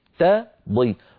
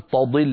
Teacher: لابد من ترقيق التاء وتفخيم الضاد · Shown in: first take